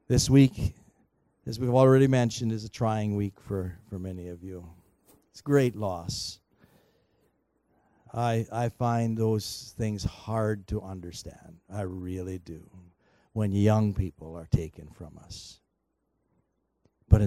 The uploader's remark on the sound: Recorded on August 11, 2019 at THRIVE Church Vancouver, Canada